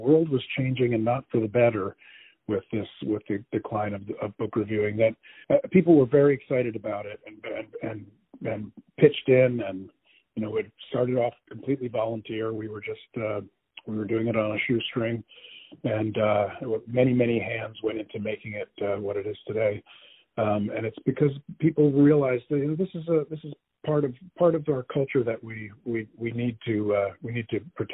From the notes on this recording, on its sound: On the phone